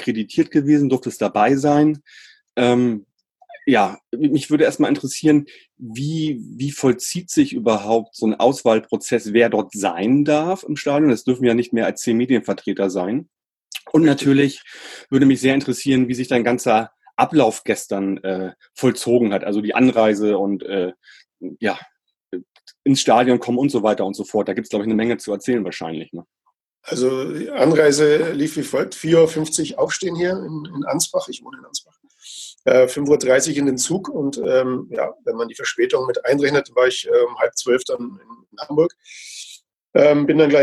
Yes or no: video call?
yes